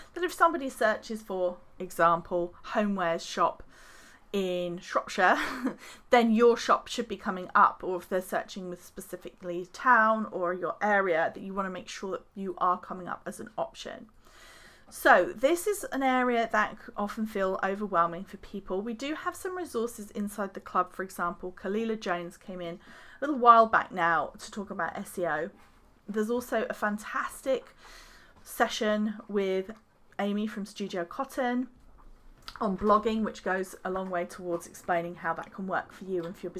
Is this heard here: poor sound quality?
no